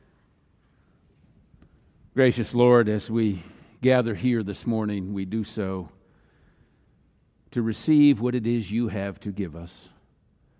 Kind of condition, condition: setting, large echoing room